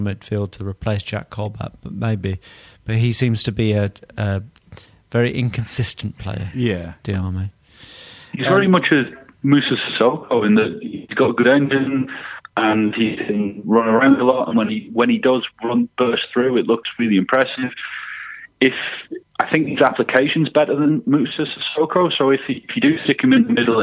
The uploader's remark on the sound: on the phone